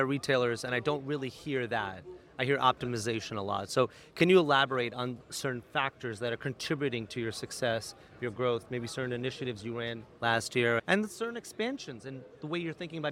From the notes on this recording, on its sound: Live from NRF 2024